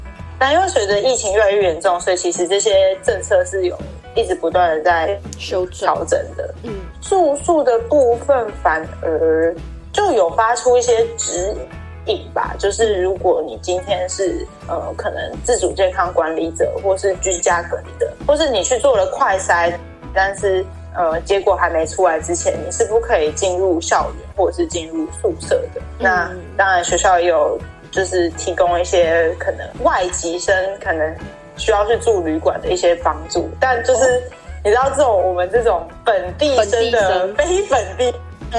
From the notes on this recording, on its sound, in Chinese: 雖然一個把自己關在宿舍，一個關在家。這次的連線錄音。